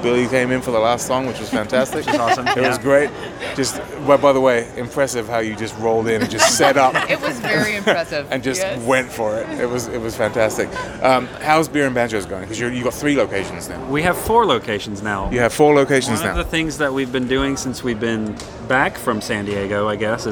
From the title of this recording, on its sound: Live From IBMA 2022